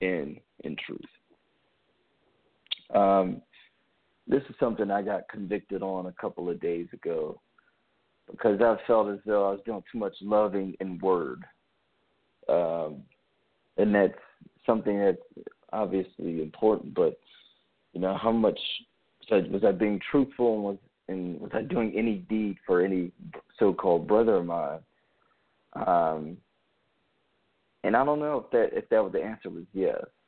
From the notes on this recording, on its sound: The focus of the episodes will have callers call in anonymously and confess a sin to brothers and sisters in Christ.